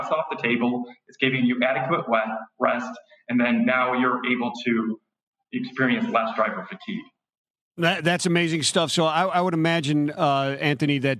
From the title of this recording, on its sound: LIVE from Carrier Summit